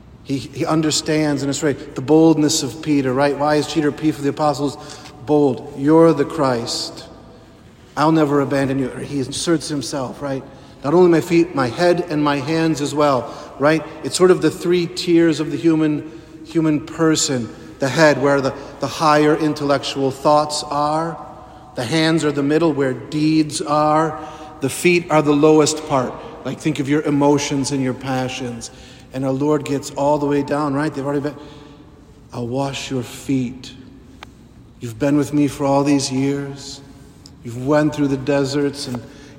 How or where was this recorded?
large echoing room